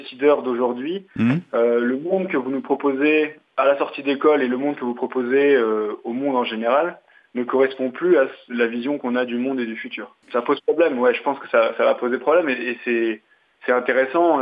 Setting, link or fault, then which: link, phone line